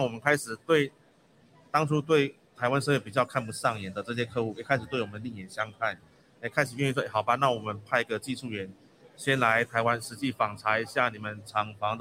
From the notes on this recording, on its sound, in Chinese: 本集節目於2022年「台北國際塑橡膠工業展（TaipeiPLAS）」展期間錄製。於南港展覽館1館同期舉行。